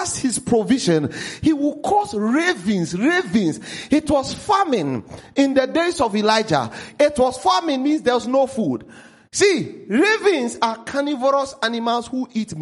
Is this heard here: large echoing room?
yes